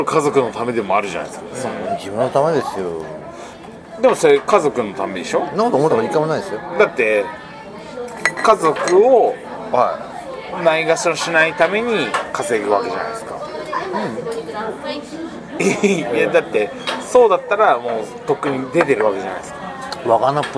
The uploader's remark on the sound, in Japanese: 野毛ツアー現地収録